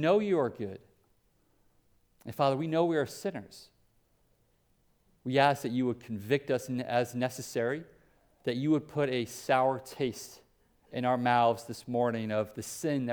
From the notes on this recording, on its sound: Preached at Hope Community Church, West Salem, WI